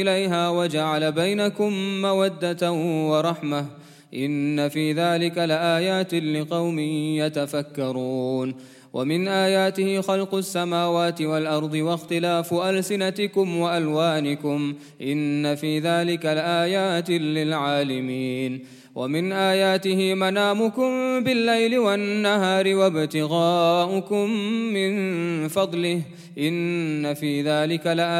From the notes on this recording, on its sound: 20th Night Taraweeh 2018/1439 at the Houghton Masjid (West Street), Johannesburg, South Africa